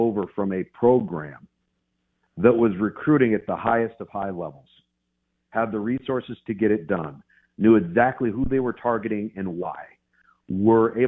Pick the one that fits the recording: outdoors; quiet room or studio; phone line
phone line